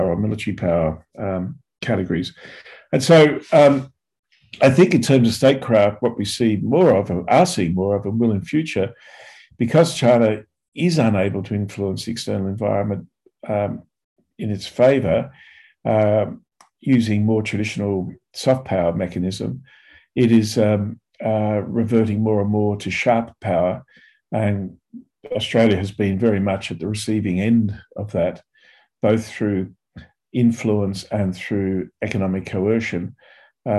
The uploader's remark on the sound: A La Trobe Asia 'China in Focus' seminar, held in front of a zoom audience.